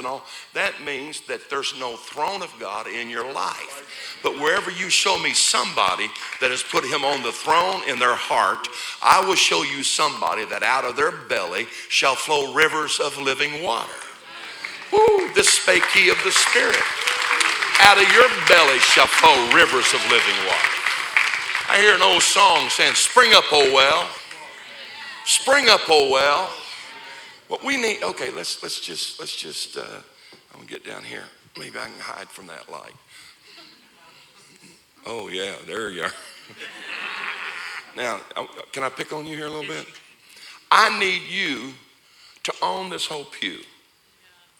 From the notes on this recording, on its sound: This is the Thursday night service of Turning Point Conference.